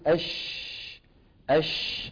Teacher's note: الشين ايضا من وسط اللسان ومن وسط الحنك الأعلى، لكن لاحظوا بأن مخرجها مفتوح